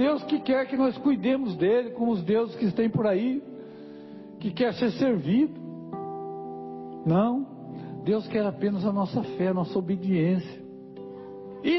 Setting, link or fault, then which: setting, large echoing room